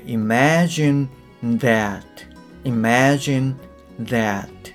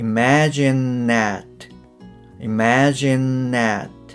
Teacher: th の音ではなくて、まあ、n に近いような音になっちゃう · Shown in: second take